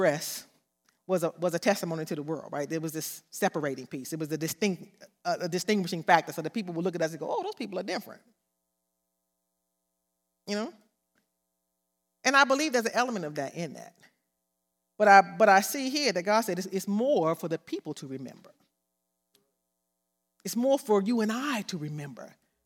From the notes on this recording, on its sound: This sermon was recorded live on April 10th, 2022 at Newark United Pentecostal Church.